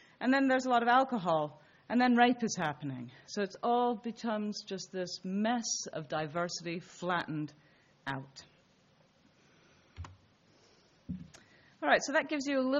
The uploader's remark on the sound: This talk was delivered at University of Leicester on Wednesday, 20 February, 2013.